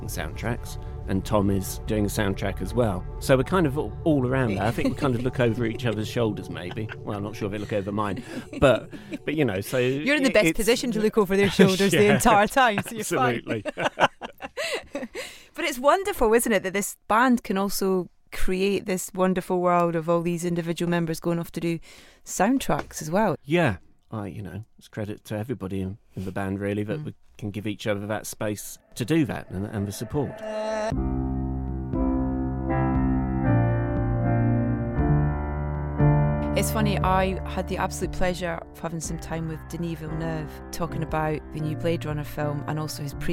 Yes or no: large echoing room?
no